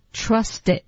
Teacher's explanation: trust 的这个 t 的音要浊化